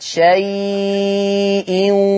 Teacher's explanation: كلمة شيء ورش هيقراها أربع حركات